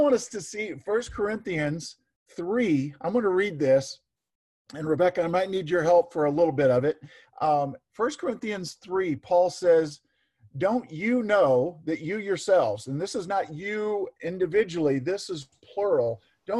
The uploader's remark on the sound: Zoom Sunday (Audio)